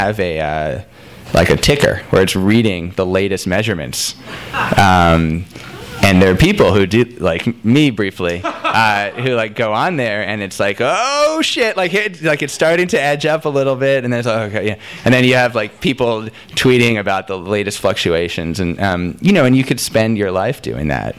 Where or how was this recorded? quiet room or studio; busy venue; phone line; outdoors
busy venue